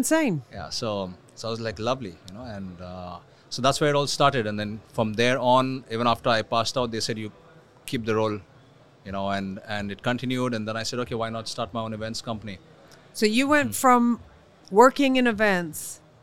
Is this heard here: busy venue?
yes